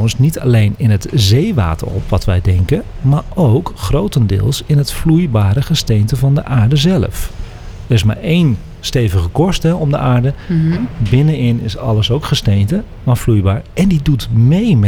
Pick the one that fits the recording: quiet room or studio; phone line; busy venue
busy venue